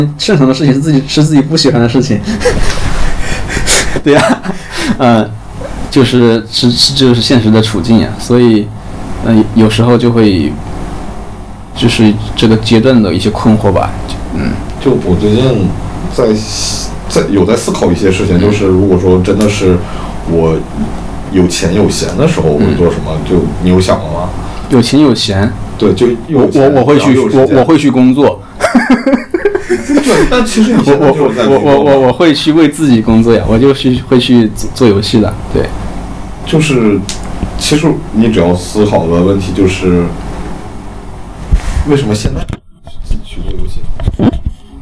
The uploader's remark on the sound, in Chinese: 友情提示：本期背景噪音比较大，请大家酌情收听